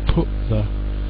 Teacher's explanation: So we don't have the T because it's too hard to pronounce put the.